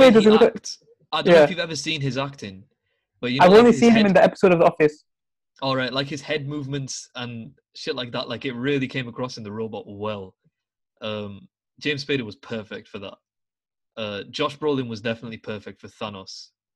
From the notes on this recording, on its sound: Recorded over Zoom. We talk to random strangers live during the podcast.